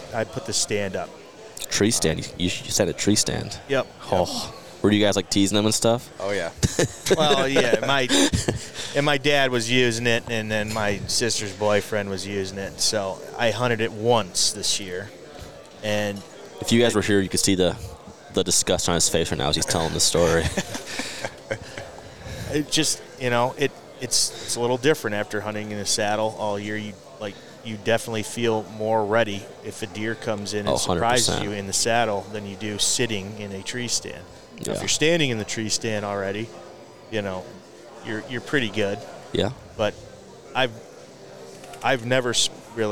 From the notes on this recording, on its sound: at the Great American Outdoor Show in Harrisburg